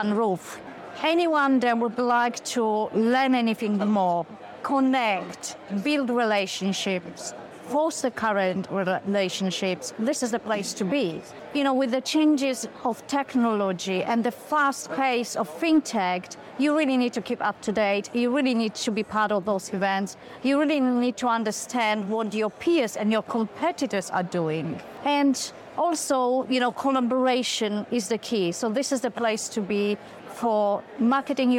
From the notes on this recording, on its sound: live from FinTech Connect